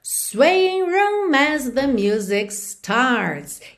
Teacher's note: Então percebe aqui já aquela ligação natural. Se eu tenho uma palavra que termina em consoante, como room, e a próxima começa com vogal, como as, naturalmente eu faço essa ligação.